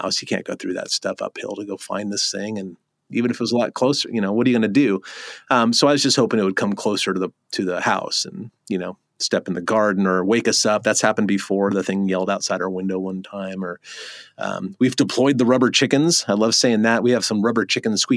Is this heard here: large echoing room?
no